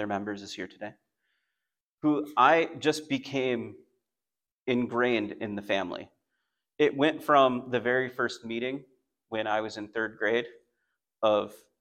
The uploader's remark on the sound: Message recording from Come to Life Bible Church.